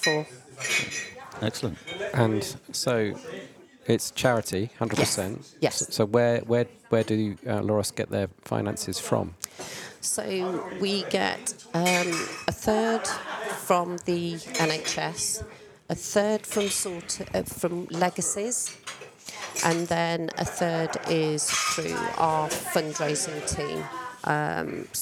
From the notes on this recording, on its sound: It was recorded in The Grainstore, Oakham, Rutland, during the December AFVBC meeting.